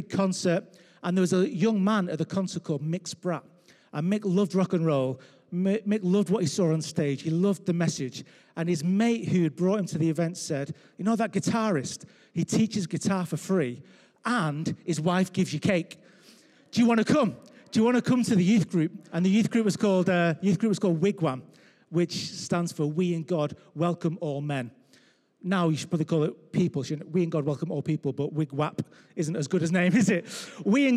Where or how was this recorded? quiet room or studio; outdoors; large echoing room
large echoing room